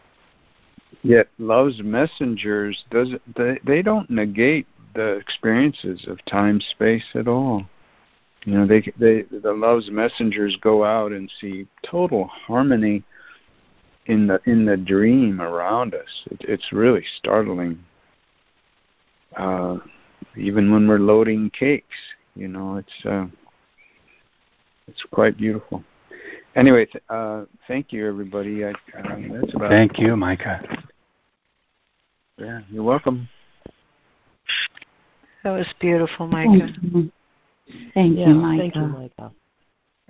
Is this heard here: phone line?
yes